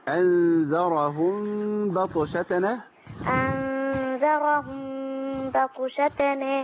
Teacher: احنا عندنا الميم بتخفى عند الباء